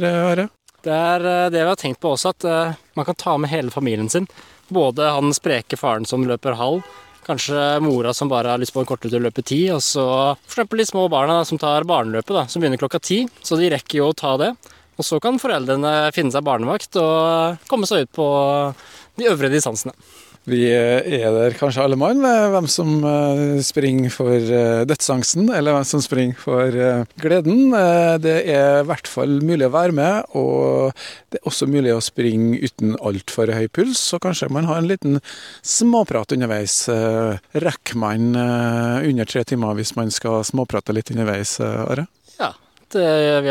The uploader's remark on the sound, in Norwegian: Halvmaraton med bølgeskvulp i Kristiansund. Sommerradioens utsendte påtraff to løpeglade fra Norodd som var ute og gjorde klar løypene.